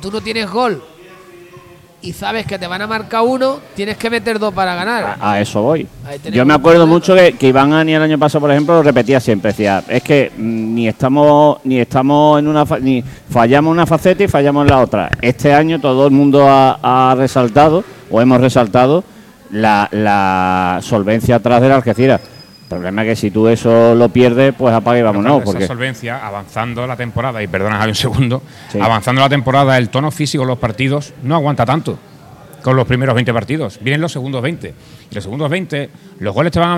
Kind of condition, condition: setting, busy venue